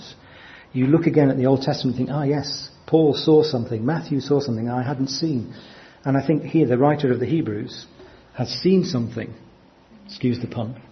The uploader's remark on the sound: from our 2014 conference